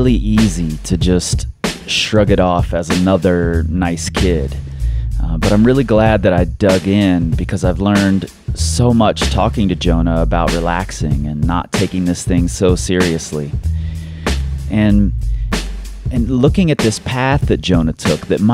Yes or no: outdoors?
yes